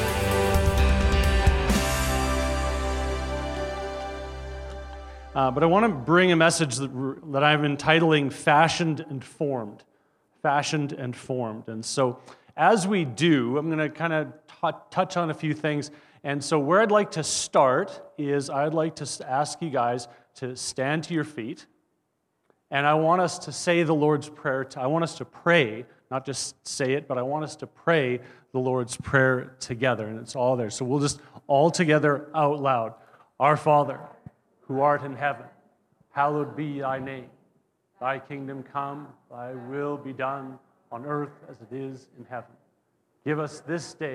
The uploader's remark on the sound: At our Edmonton Gathering in January 2024 at Greenfield Community Church